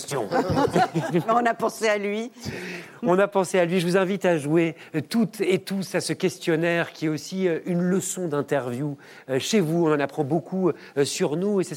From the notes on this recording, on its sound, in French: La Grande Librairie lui consacre une émission spéciale, comme un feu d’artifice… en public !